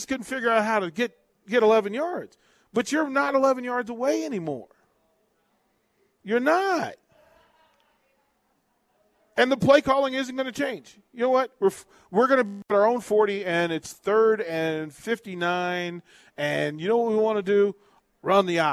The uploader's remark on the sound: Live from Wingstop - 28th & Pine Lake